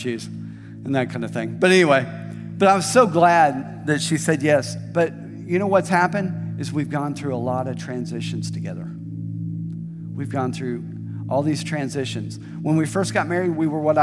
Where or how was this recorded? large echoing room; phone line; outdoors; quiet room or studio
large echoing room